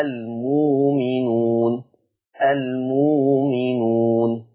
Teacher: عندنا لفظ المؤمنون فيه إبدال الهمز الساكن بواو مادية، إبدال الهمز الساكن بواو مادية، فتقرأ المؤمنون المؤمنون، تمام كده؟